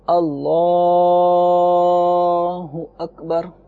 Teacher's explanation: لفظ اللہ کا لام ٹھیک ٹھاک کھینچا، جائز ہے